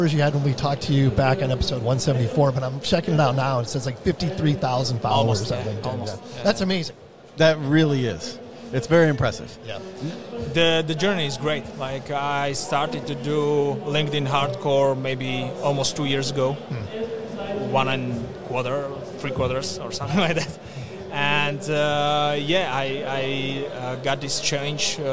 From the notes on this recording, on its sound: Day 1 of INTERGEO 2023 "LIVE" from Berlin!